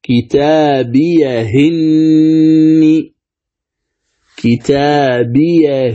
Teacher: هذه الكلمة كتابية إني، يعني يصح فيها وجهان، نقل حركة الهمز إلى هاء السكت · فتصير الهاء مكسورة، لأن الهمزة التي سننقل حركتها مكسورة، فتصير مكسورة ثم نحذف الهمزة، كتابيهني، هذا الوجه الأول.